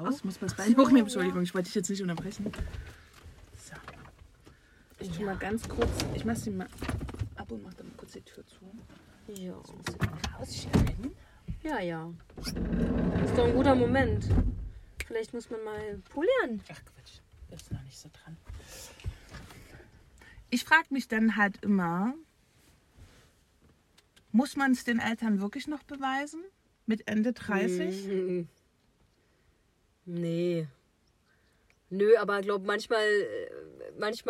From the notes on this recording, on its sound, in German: Denn wir beide sind zum Zeitpunkt der Aufnahme tatsächlich auf dem Weg zu unseren Elternhäusern in Deutschland.